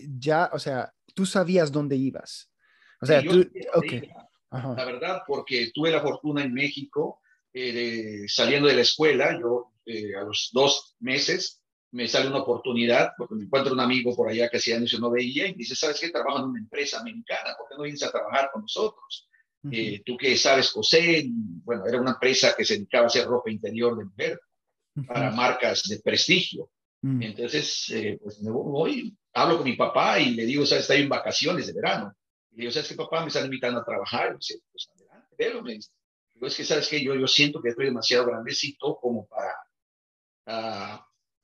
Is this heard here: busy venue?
no